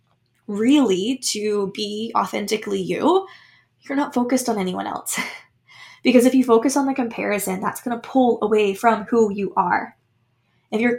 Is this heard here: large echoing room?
no